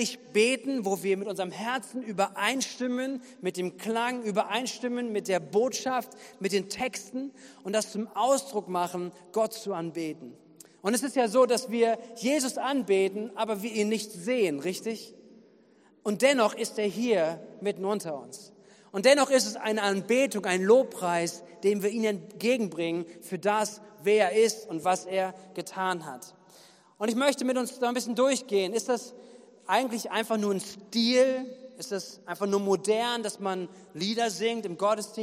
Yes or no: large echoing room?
yes